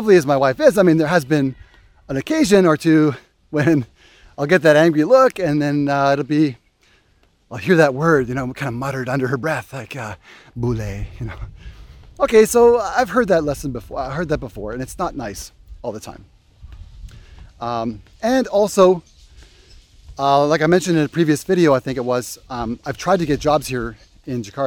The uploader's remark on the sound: Walk and talk